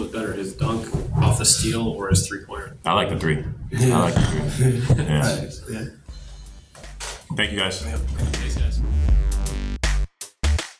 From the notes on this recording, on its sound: Uncut audio primarily from Ohio State press conferences, but also from individual interview sessions.